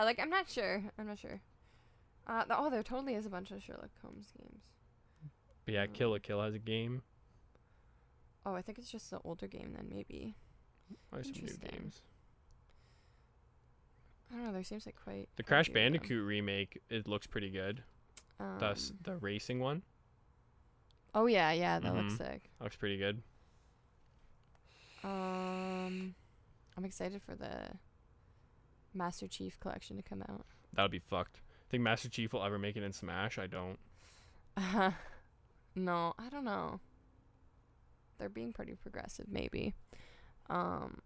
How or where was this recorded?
outdoors